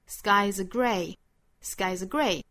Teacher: happy,happy，美音是更明显的 happy,happy。You make me happy when skies aregray，这个 when 做弱读，when 短轻快。后面 skies aregray， skies 尾部的这个 s 应该是浊音，再跟后面连读就是 skies